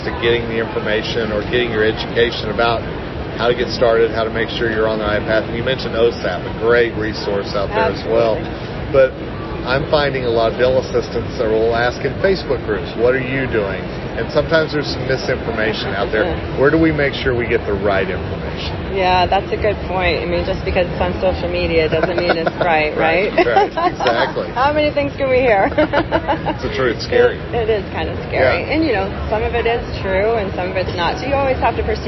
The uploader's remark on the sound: In this episode recorded at the recent Greater New York Dental Meeting.